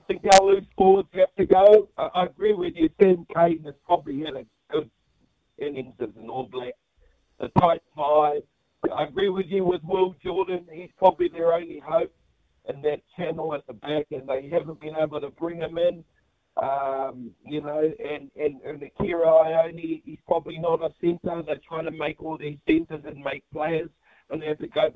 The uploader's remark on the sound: The phone lines were heating up with frustrated fans sharing their thoughts on the All Blacks' historic loss to Argentina.